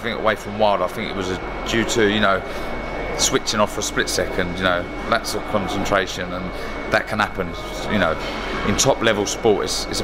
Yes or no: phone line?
no